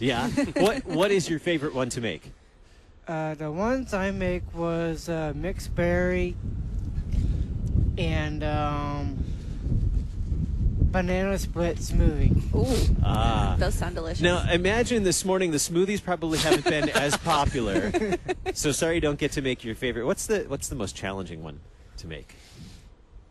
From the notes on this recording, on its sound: Please forgive some gaps in the podcast. We are thankful for the technology setup provided by the IT team that allowed us to broadcast live from the parking lot via WiFi!